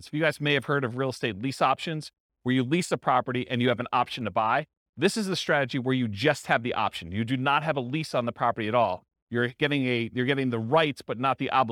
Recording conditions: live audience